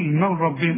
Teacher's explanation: نون سكنة بعدها راء ادغام كامل، ها بدون غنة، هنقول من ربهم.